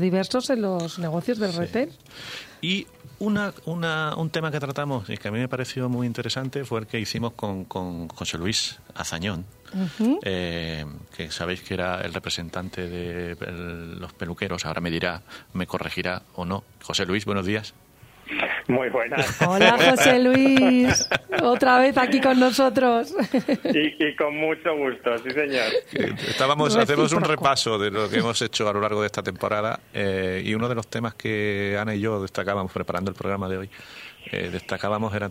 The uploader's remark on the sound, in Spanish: Llamadas en directo con nuestros invitados.